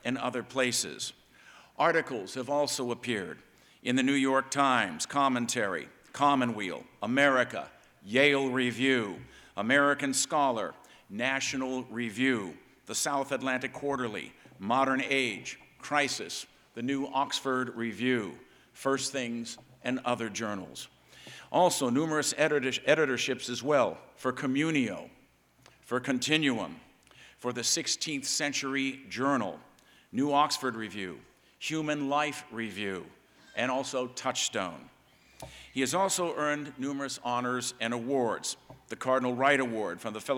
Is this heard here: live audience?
yes